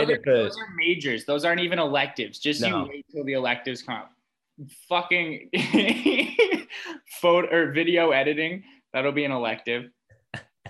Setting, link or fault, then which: link, video call